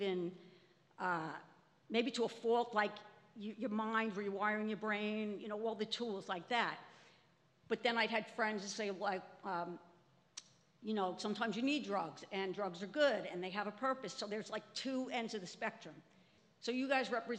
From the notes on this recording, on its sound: Recording of The SPEAK™ Podcast LIVE which took place at our SPEAK: Health pop-up event. Stages that consist of 10 SPEAKers, one microphone and one spotlight.